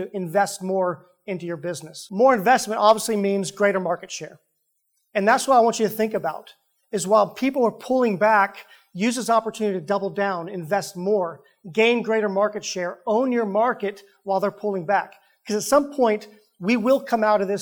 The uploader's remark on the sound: Live Event Recording. We take you inside an in-person Fathom event featuring top teams from across the country.